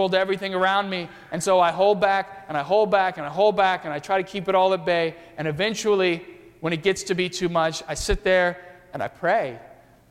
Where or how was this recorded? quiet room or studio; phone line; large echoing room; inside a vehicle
large echoing room